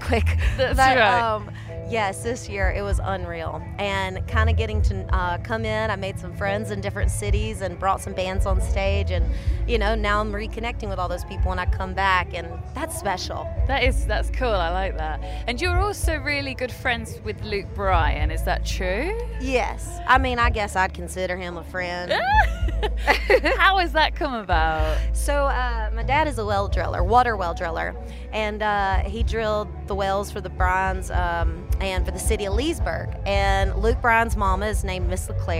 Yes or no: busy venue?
yes